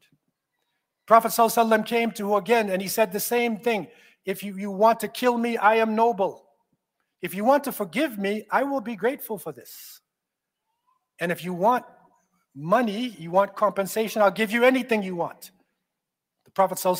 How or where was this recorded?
large echoing room